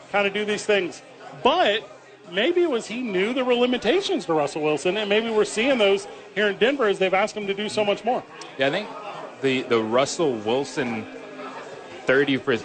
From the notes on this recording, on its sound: Live from Hooters to help celebrate the 15 year anniversary of The Opening Drive.